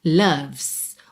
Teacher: O O tem som de A e o E não é pronunciado